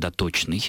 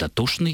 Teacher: сочетание ЧН в старых употребительных словах произносится как ШН · Shown in: second take · То есть дотошный – это бывший доточный.